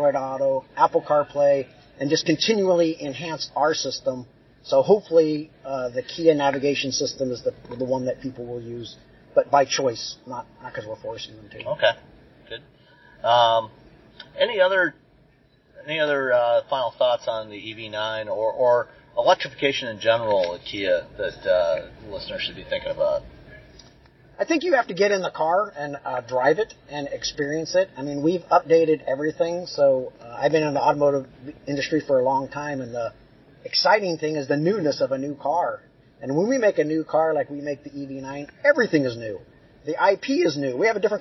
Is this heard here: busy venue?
yes